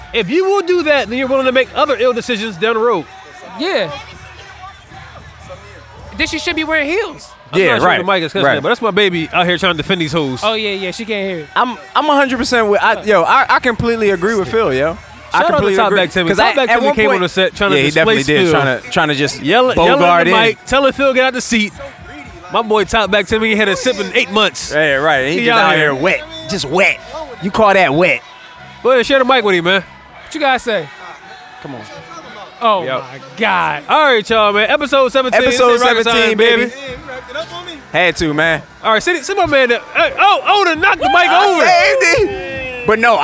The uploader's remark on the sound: LIVE at the Thompson Family BBQ. The LIVE AM I WRONG segment.